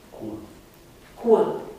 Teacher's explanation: Este o velară, cool, de pildă, articulată cu un apendice labial, deci cu o rotunjire a buzelor · Term: labiovelara surdă